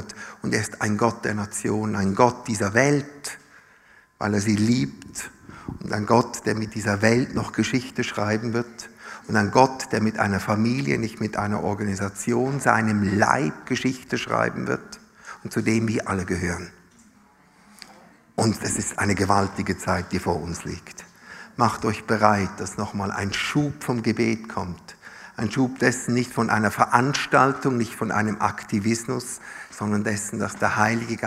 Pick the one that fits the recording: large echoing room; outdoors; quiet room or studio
large echoing room